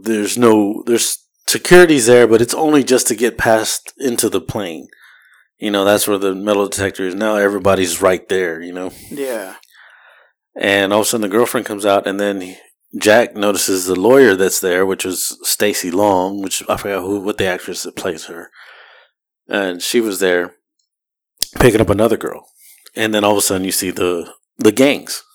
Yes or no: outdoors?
no